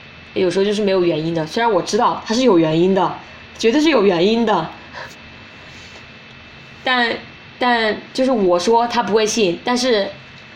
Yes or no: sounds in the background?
yes